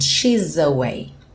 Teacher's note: Esse S vira um Z para conectar no próximo A.